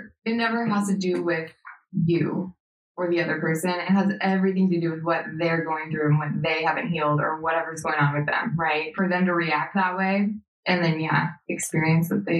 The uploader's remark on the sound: Audio issue so headphone users use caution. My apologies for the audio sounding off, won't happen again.